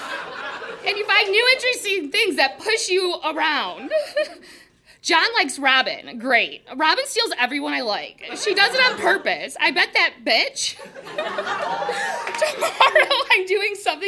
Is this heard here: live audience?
yes